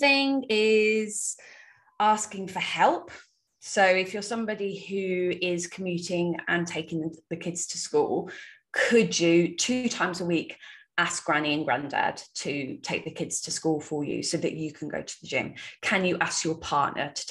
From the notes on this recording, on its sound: This is the final Live Q&A from the 8 Week online coaching group Project Me!!